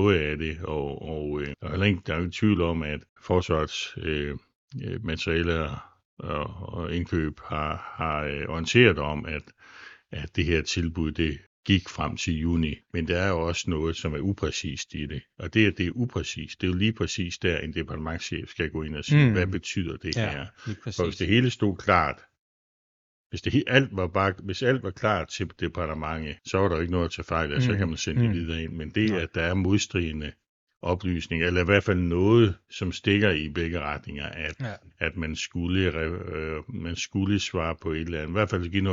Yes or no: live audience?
no